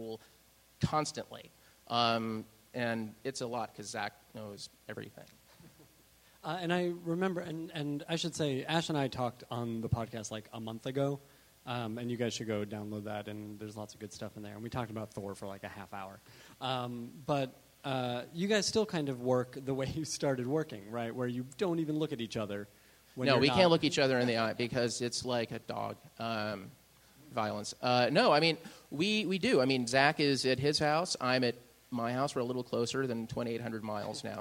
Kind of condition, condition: setting, live audience